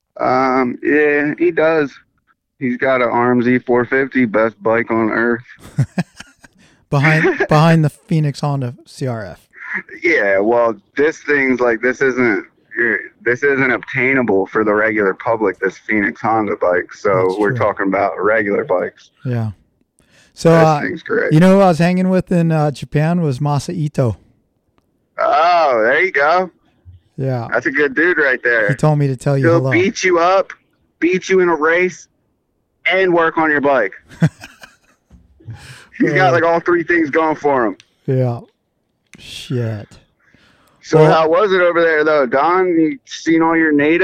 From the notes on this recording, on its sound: phoned us up this morning on his way to North Carolina